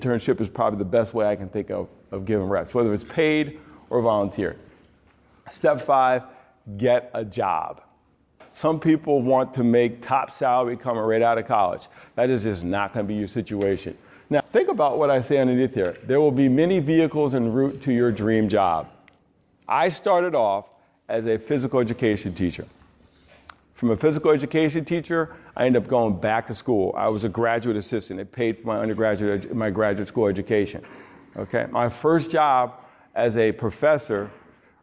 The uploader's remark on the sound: With a live audience of student athletes and coaches at Herkimer County Community College in New York.